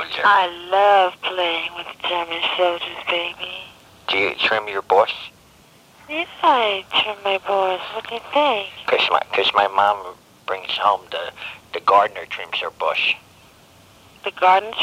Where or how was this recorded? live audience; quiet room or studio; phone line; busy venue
phone line